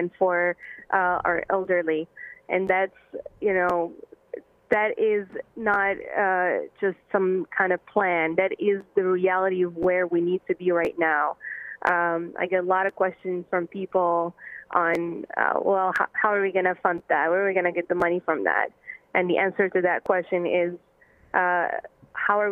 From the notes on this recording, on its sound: Guest call. Take calls.